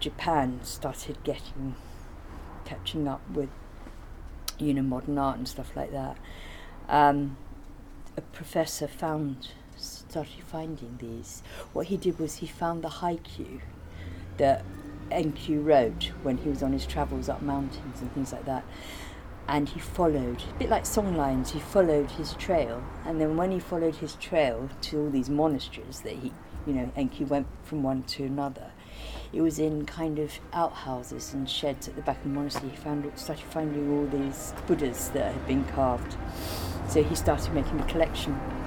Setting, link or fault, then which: setting, outdoors